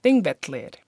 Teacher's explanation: whenever there's a double L in some words, it's pronounced as if you're pushing your breath through the back of your teeth.